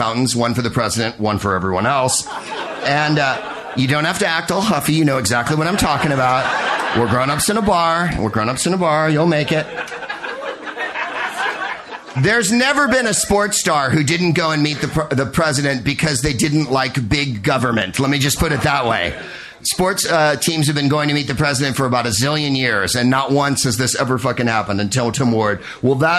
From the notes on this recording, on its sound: Proopcasting live from The Carleton in Halifax, Nova Scotia